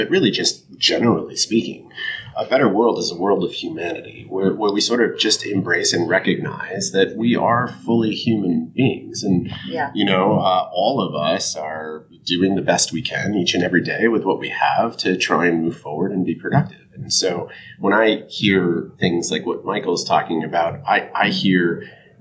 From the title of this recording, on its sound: Panel Interview from Connexity 2022!